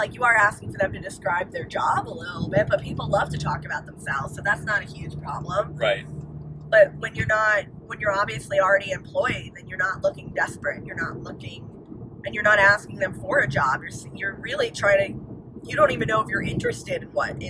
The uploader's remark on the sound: On the drive back to Orlando they decide to do an impromptu podcast and talk about their experience. This was recorded in an iphone in a car with a lot of road noise. The audio is cleaned up as best as I could manage but...